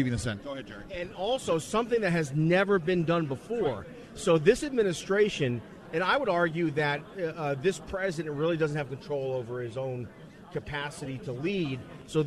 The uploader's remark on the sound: LIVE from CPAC for the second day in a row!